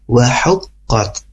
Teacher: bunyi H kecil di tengah tenggorokan kita